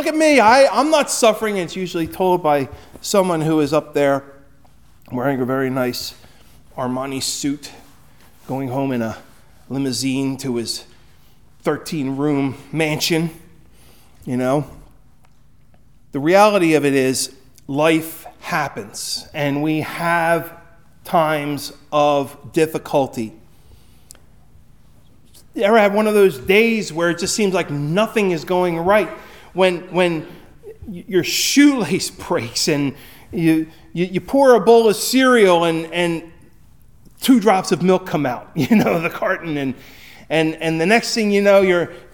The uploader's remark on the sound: Recorded at Hudson UMC on February 18, 2024